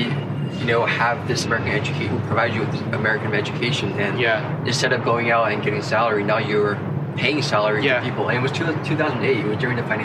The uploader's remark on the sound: This was recorded outdoors!!